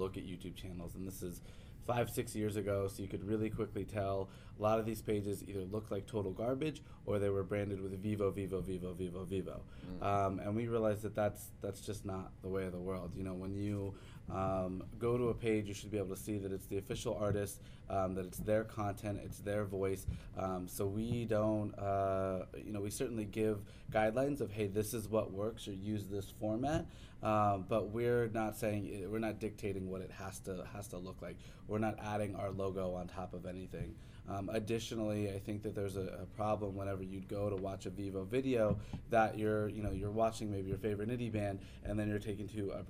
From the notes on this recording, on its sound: leads this interview while at the Music Biz Conference in Nashville